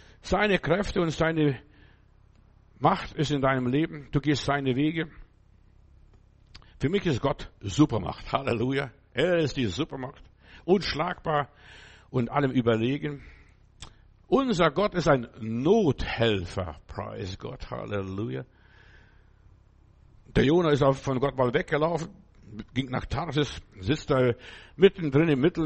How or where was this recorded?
large echoing room